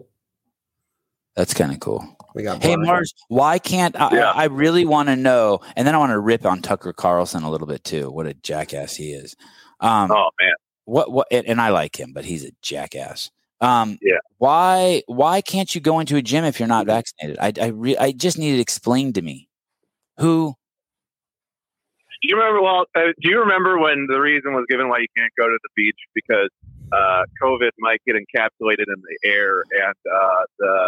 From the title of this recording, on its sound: Live Call In Show